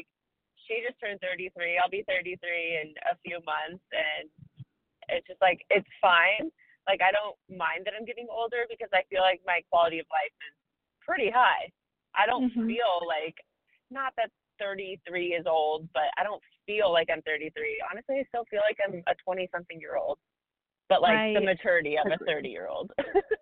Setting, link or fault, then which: link, phone line